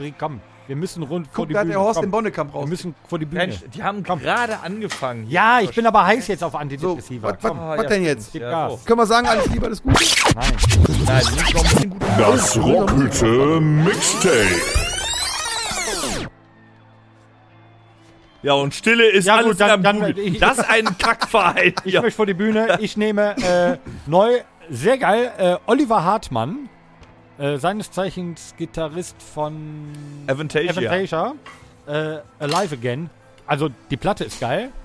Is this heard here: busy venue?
yes